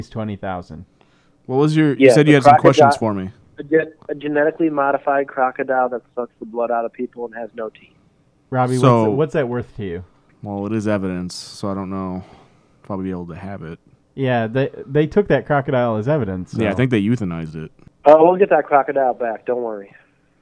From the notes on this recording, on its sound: Get a call from their old, softy-brain buddy. He calls into the show from a prison in Missouri.